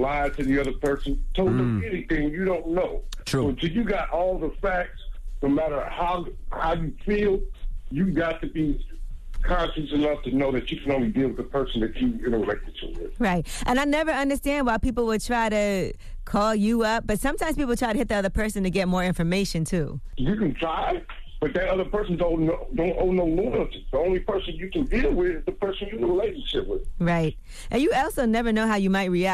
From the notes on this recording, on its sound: Today on the show we opened up the phone lines